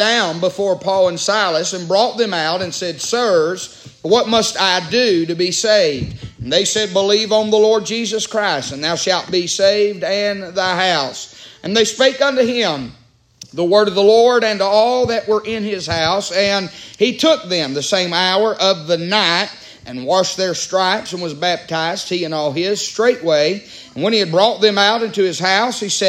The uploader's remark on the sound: Preaching live from Still Water Baptist Church.